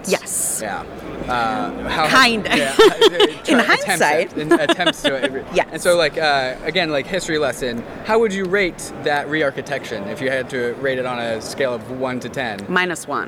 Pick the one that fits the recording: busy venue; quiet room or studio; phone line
busy venue